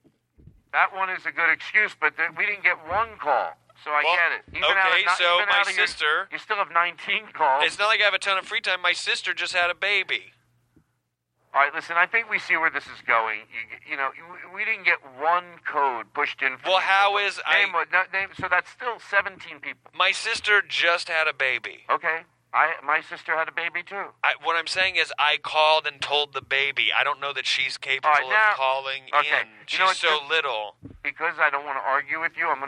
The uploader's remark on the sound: phone calls